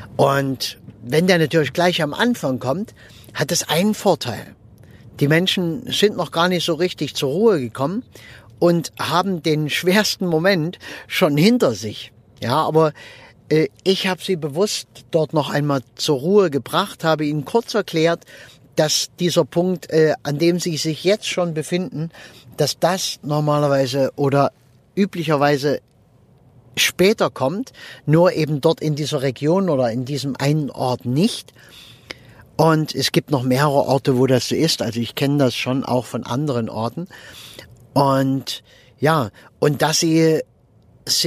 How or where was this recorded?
inside a vehicle